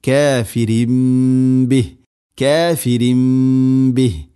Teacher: തൻവീന് ശേഷം ബ, ഇഖ്ലാബ്, തൻവീനിനെ മീമാക്കി മാറ്റണം, അതാണ് ഇഖ്ലാബ്. മണിച്ചുകൊണ്ട് ഉച്ചരിക്കണം, കാഫിരിംബി, കാഫിരിംബി.